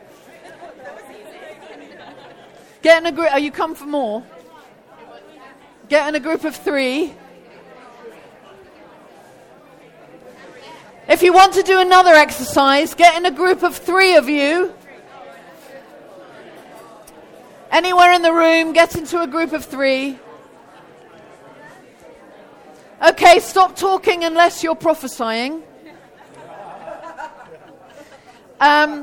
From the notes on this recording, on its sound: Devoted 2019 - a festival for all the family hosted by ChristCentral.